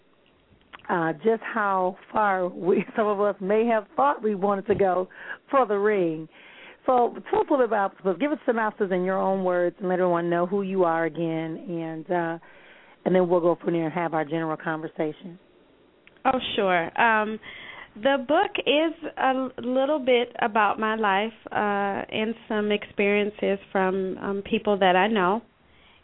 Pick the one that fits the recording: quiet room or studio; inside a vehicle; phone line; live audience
phone line